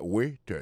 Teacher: accent tombé sous le premier syllabe là. Waiter, W-A-I-T-E-R.